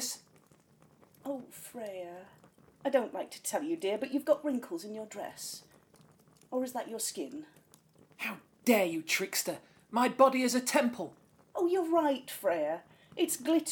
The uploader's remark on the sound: Background fire ambience